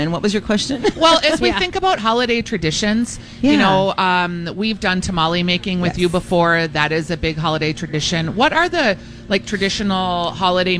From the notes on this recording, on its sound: Live Broadcasting at El Burrito for a myTalk Santa Project!